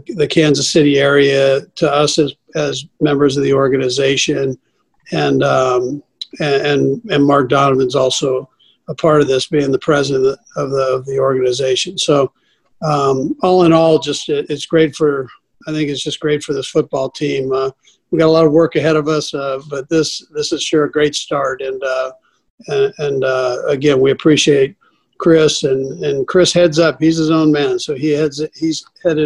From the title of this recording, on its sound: Zoom conference call